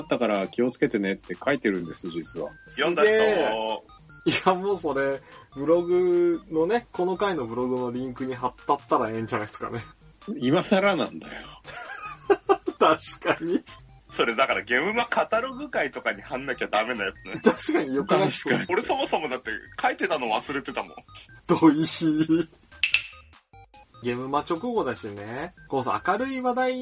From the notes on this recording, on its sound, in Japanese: 今回もスカイプ収録となっております。一部音質が悪かったりもしますがご容赦ください。